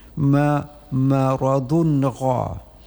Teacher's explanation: tanwin bertemu dengan ghain, maka lafadnya dengan izhar, jelas bunyi nun mati, ma maradun gha, tidak ada sembunyi, tidak ada yang digabungkan, maka menjadi izhar.